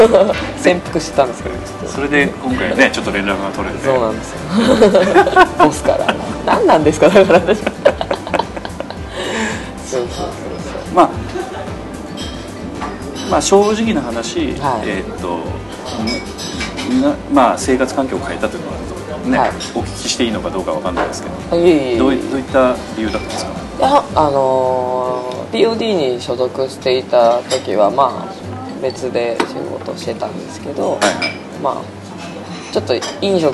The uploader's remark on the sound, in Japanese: 今回は、珍しいローケーションで収録しております。都内の某喫茶店での収録ですので、音声につきましては、多少お許しいただければと思います。